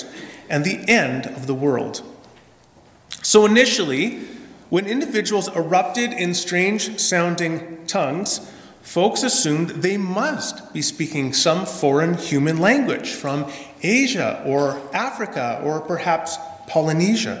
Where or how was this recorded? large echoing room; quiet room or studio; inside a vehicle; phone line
large echoing room